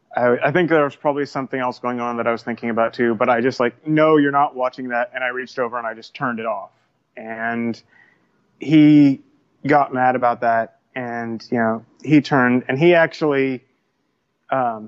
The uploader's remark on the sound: Freedomain Call.